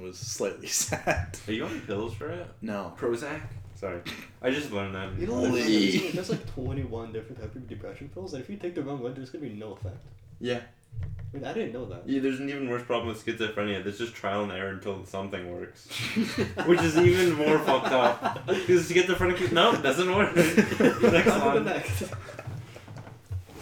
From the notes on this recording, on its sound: we record our first ever episode with one mic, a laptop, and three guys